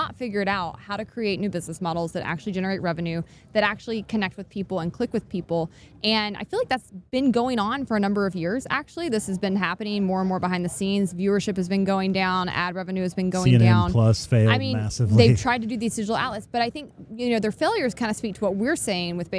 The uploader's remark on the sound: Live from FreedomFest in Memphis, TN!